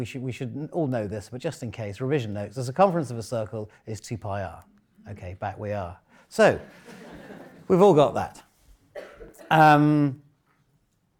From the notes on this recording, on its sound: In our Oxford Mathematics Christmas Lecture